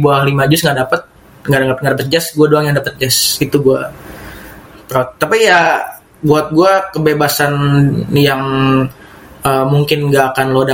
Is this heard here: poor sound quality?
yes